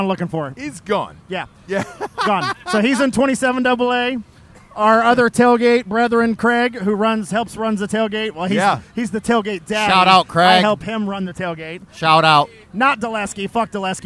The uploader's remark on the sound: Live From The Ohio State University. We are live from the Ohio State/Penn State game getting trashed with the Drinkin' Bros Ohio group and one of the finest tailgates in the land.